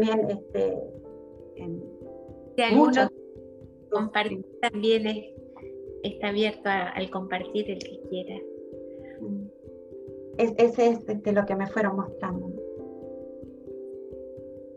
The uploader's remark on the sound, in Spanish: Estos encuentros son brindados a través de la plataforma zoom